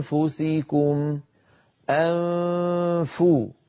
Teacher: هناك فجوة بين الأسنان والشفة السفلى يمر منها صويت فموي فو، فلما أصل إلى الفاء فو أضغط على مخرج الفاء فأنطق · من مخرج الهمزة إلى مخرج الفاء من غير ضغط أنفو، فإذا انتهى صوت الغنة الممطوطة الكاملة فو أضغط على المخرج · Term: إخفاء النون